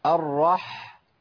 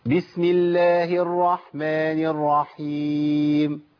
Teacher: سمع صوت الحاء، ودي اسمها بحة الحاء، البحبحة · Shown in: first take